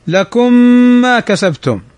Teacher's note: ميم ساكنة بعدها الميم، متماثلان صغير يدغم، الأول ساكن والثاني متحرك